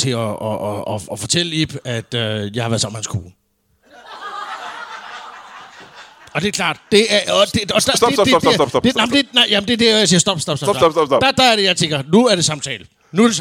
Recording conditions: live audience